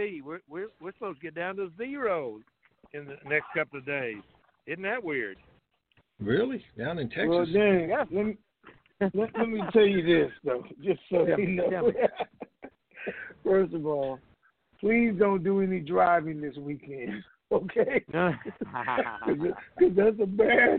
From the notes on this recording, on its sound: TNTSuperfantastic Conference Call.